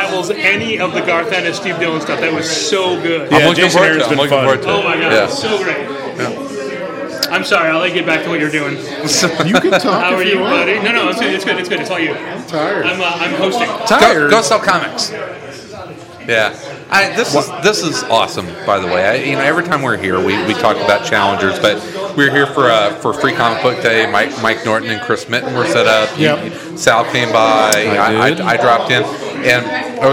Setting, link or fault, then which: setting, busy venue